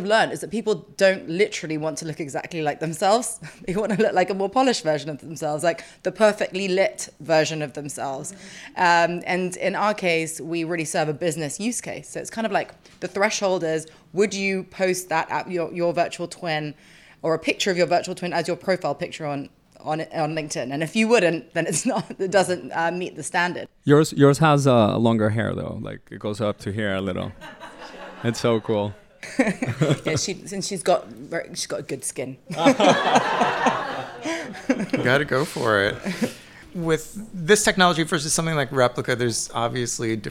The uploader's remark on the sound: In a panel discussion recorded live at On Air Fest 2023. Thank you to the team behind On Air fest, who gave us support and a platform to record this bonus episode.